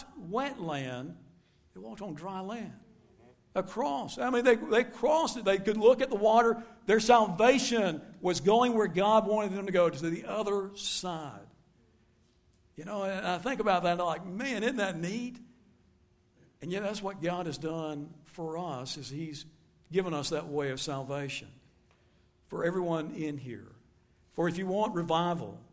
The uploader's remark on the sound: Recorded live at Shindler Drive Baptist Church.